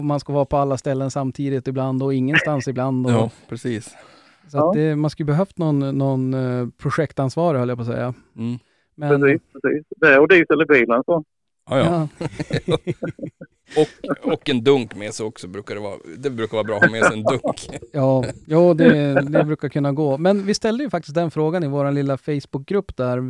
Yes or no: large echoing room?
no